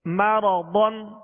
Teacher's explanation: ما را زبر را مرا ضاد دو زبر ضن مرضن مرضن ضاد میں ہونٹوں کو گول نہیں کریں گے ضاد کو پر پڑھیں گے